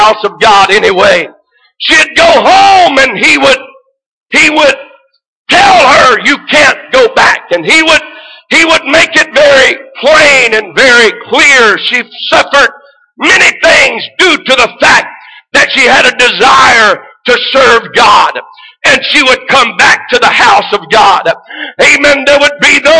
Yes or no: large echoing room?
yes